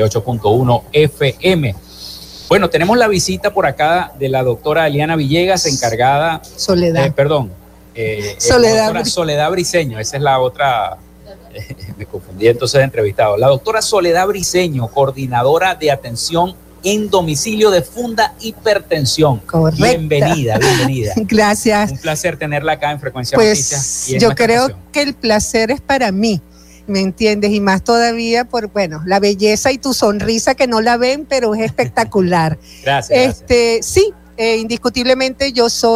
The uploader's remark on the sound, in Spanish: Continuamos nuestra transmisión en vivo y directo desde la ExpoZulia en el hotel Tibisay del Lago en el marco de la feria de Chinita en Maracaibo.